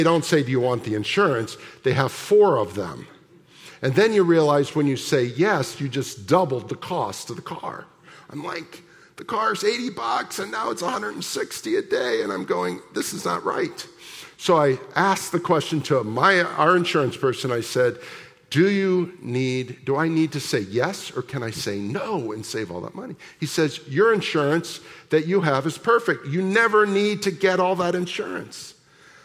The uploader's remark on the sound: Sunday morning services of Boca Raton Community Church in Boca Raton, Florida.